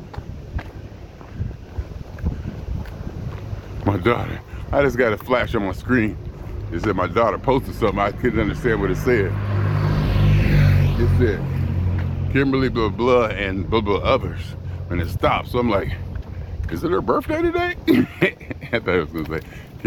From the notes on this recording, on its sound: Me Walking Talking